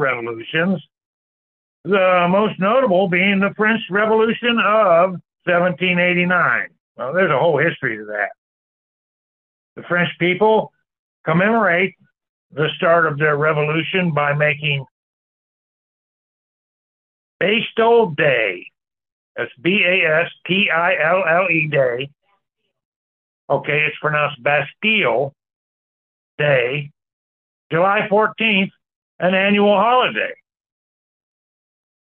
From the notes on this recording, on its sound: Church Call in Bible Study